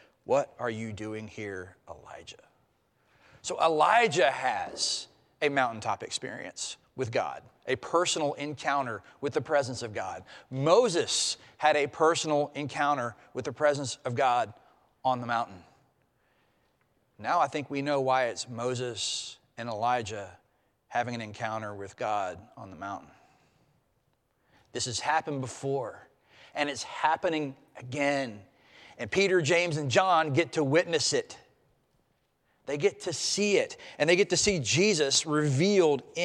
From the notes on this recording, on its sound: preached at Traditional Worship marking Transfiguration Sunday